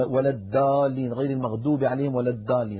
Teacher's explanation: بعض العاميات المعاصرة تجعل الضاد دالا أو قريبة من الدال، تقول ولا الدالين غير المغضوب عليهم ولا الدالين، هذا لا يصح.